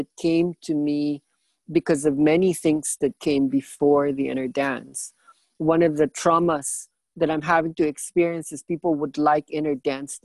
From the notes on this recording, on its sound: This was the second zoom call for the first week of the online ides.